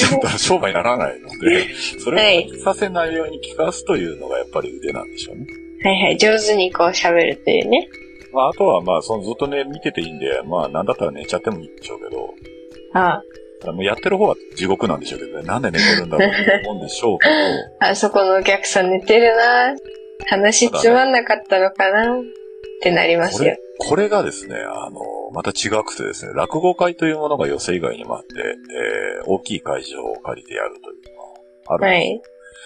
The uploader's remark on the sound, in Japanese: 闇スタッフの失敗で普段と違う録音の仕方をしてしまい、音声が汚い。